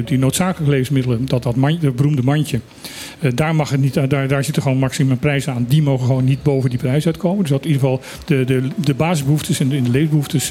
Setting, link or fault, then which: setting, busy venue